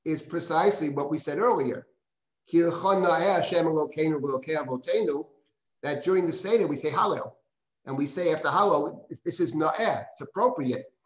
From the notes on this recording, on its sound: This audio was originally captured from Zoom